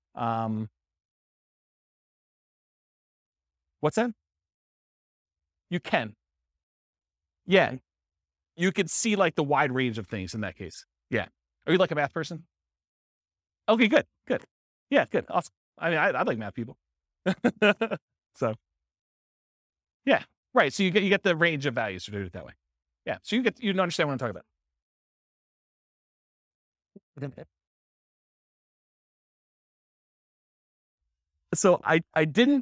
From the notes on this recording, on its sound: This was a live class recorded